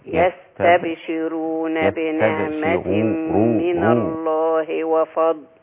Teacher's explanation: الراء مفخمة وليست رقيقة.